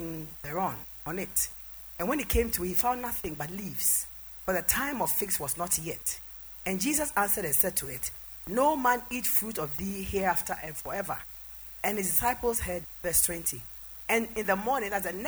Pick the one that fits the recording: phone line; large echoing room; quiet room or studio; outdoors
large echoing room